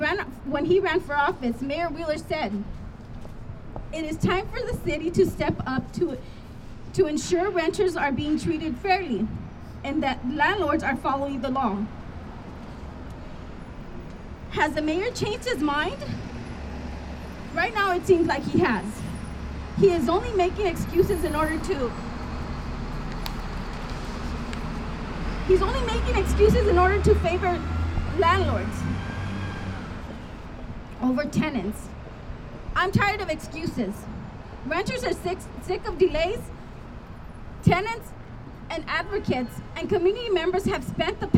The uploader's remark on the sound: This episode is a record of this press conference and is shared in its entirety. PORTLAND,OR.